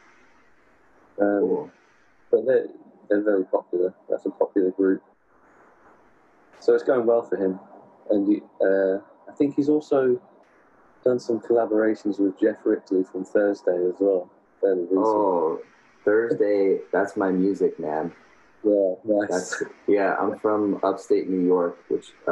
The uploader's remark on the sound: During this interview, we experienced a poor connection from California to the UK.